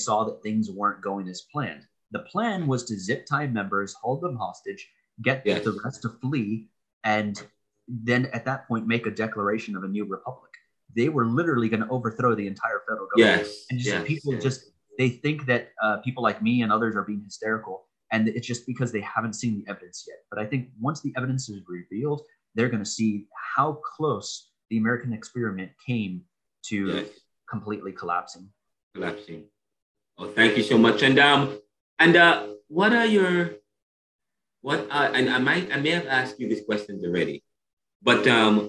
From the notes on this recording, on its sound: One-on-One Video Interview. This Podcast episode, which is done in video but can be listened to via audio, is broken up in three (3) segments. Via Zoom.